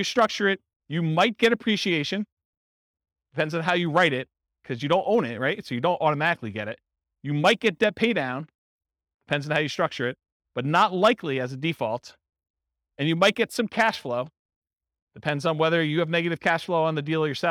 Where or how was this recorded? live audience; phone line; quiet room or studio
live audience